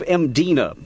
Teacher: There's no vowel in that first syllable. It's just M-D-I-N-A.